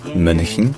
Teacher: Il se dit CH, c'est-à-dire un petit peu comme un CH, mais sur le palais, comme pour prononcer un IE. Donc ça devient CH.